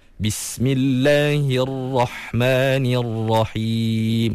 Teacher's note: huruf ra di bismillah tu boleh tebalkan sikit lagi